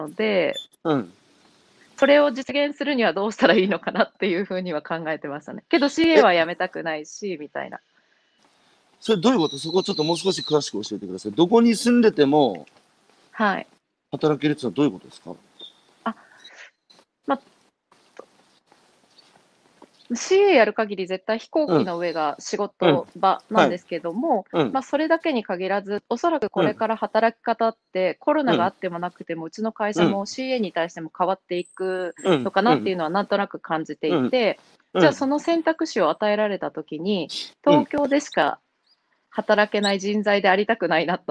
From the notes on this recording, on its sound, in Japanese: 歩きながら1時間、対談する